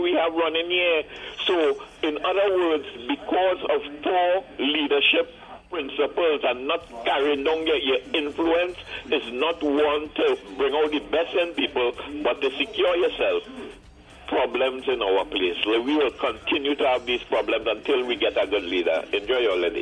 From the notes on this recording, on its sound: we take more calls from the audience